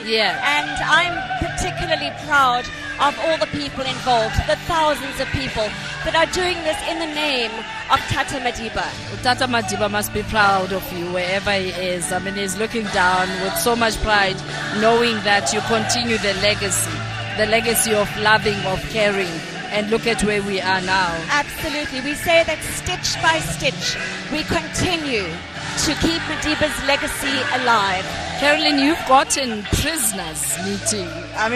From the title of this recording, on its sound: OUTSIDE BROADCAST